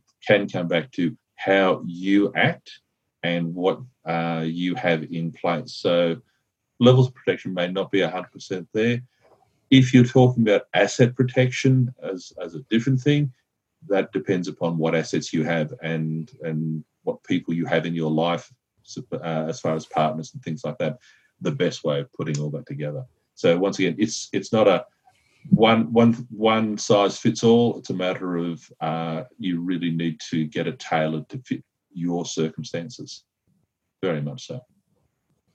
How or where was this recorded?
video call